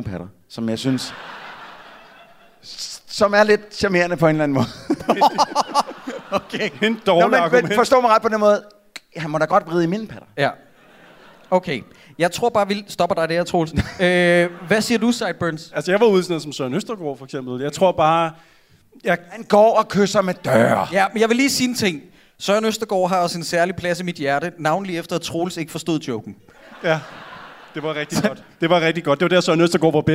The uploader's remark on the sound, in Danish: Vi er live fra Århus hvor et ekstremt veloplagt publikum tog imod os